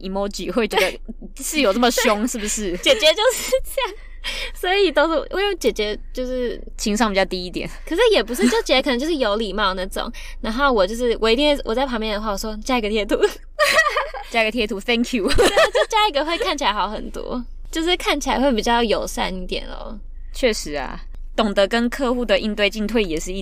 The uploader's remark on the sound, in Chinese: 第一次嘗試在車上用一隻USB麥克風錄音(Carcast)